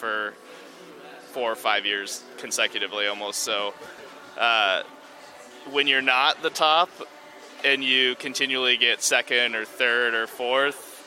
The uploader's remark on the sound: live from the Grand Slam of Curling's Tour Challenge in New Glasgow, Nova Scotia